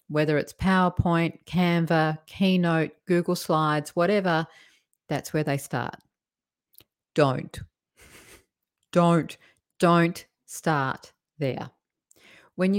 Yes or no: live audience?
no